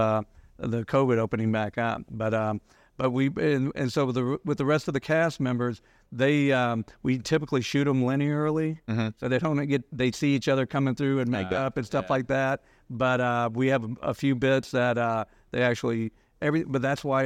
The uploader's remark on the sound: recorded live at the 2023 Information Security Summit